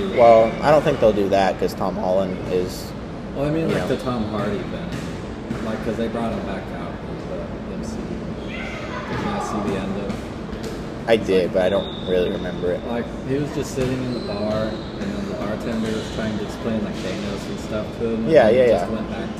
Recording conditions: phone or laptop microphone